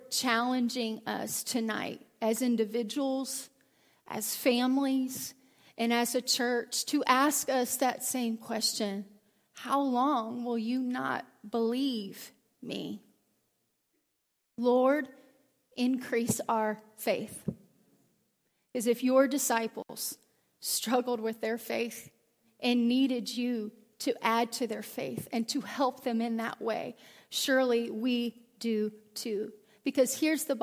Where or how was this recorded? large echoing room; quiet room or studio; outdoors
large echoing room